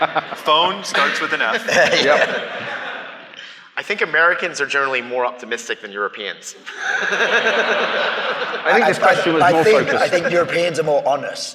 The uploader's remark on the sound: Live from GrafanaFest. Recorded live at GrafanaFest, the company-wide event that brought together more than 600+ Grafanistas from around the world in Whistler, British Columbia.